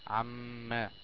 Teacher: الميم هنا مشددة فتسمى حرف غنة مشدد، وحكمها انها تغن بمقدار حركة